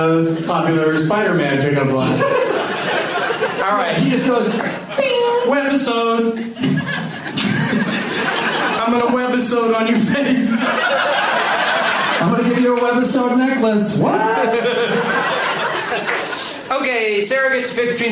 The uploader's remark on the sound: audience members at the Improv in Irvine, CA